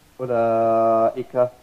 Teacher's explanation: In reading, ulaika, as if there is no wow, you just drop it in reading.